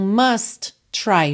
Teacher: must try junta num T só, né? Não precisa repetir dois T's